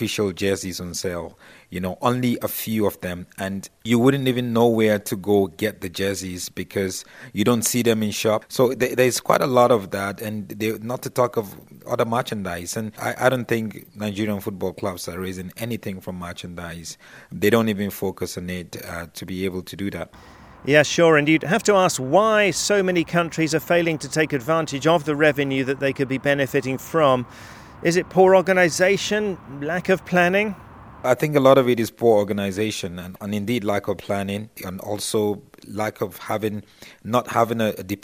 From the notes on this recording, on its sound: This week’s show comes to you from the Amex Stadium in Brighton in the UK